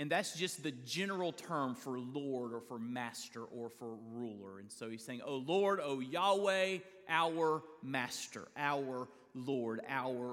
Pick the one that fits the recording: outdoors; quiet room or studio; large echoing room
large echoing room